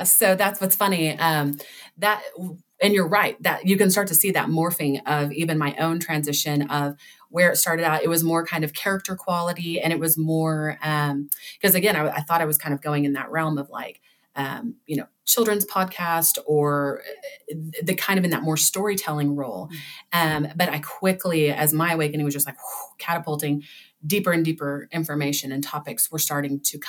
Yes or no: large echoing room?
no